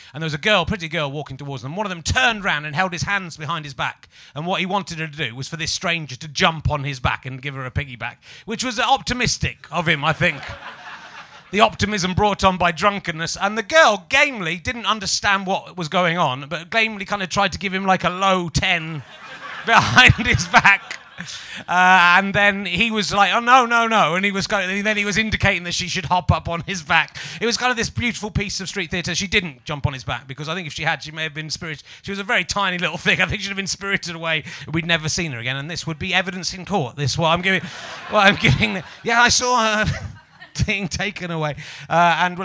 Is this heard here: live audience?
yes